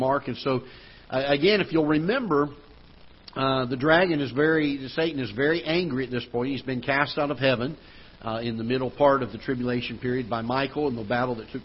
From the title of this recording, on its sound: Ketha Heights Baptist Church ~ Live Broadcast